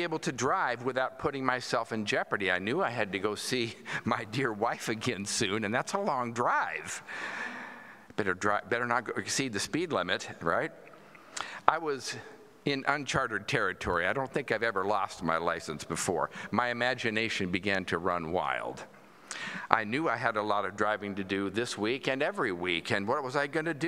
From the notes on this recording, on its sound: At Pender's Traditional Worship.